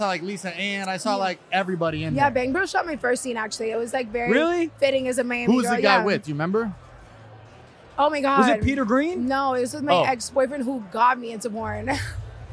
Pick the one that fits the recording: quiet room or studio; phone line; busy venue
busy venue